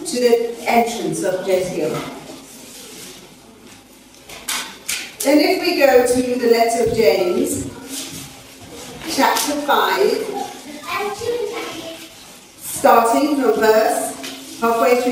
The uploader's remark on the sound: This lesson was recorded live at a training session.